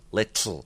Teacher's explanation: I think that little has a brief moment of lateral aspiration. So if I needed to describe it, the way I would probably describe that is a T followed by a syllabic L with a lateral release mark.